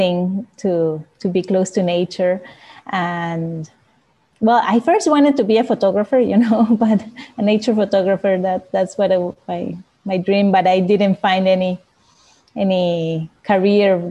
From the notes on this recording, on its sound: This week’s podcast utilises the audio from the webinar interview. From the AnimalConcepts platform.